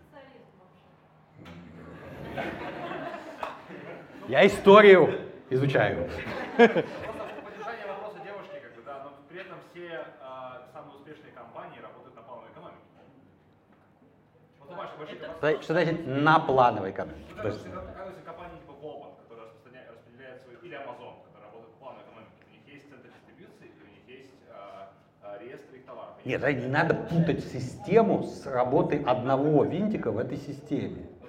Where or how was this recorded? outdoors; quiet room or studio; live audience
live audience